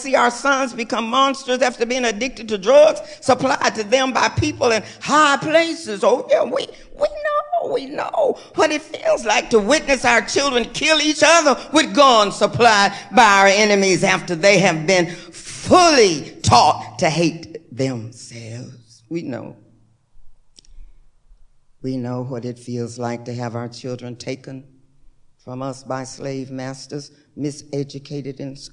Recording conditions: large echoing room